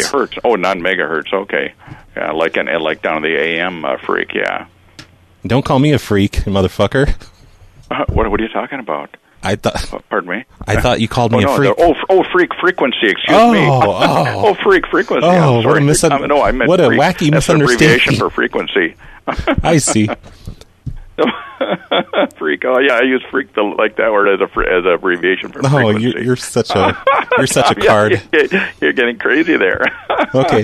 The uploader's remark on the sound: Prank Phone Calls